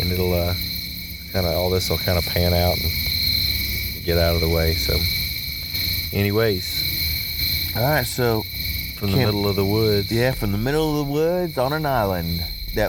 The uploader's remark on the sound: E34- Caddo Campfire Pt1. Our podcast from the field.